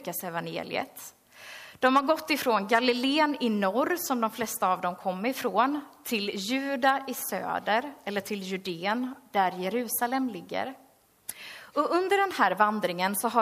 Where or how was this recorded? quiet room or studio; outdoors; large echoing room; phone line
large echoing room